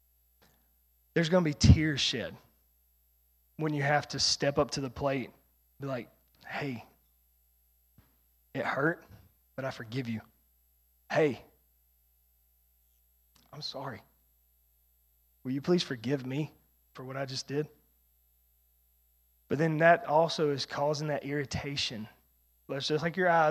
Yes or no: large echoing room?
yes